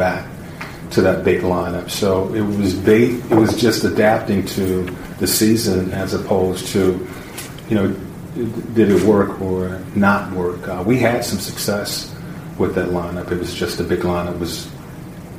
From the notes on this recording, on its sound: Was introduced as the Indiana Pacers’ 15th head coach in franchise history at a press conference on Monday afternoon.